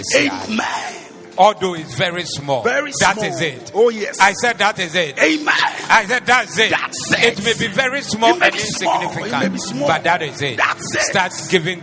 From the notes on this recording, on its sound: Preached at the Zeloo Service